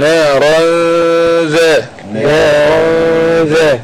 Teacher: راء تنوين بالفتح مخفى عند الذال المفتوحة بغن حركتين